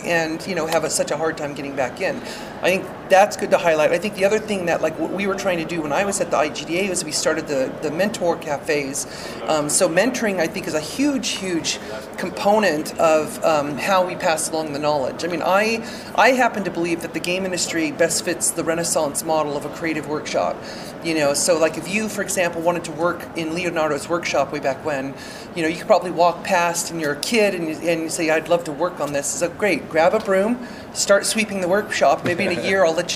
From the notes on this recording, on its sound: Recorded at E3 2018